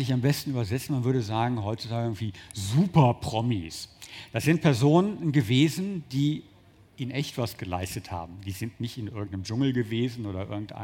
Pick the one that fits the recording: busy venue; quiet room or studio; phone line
busy venue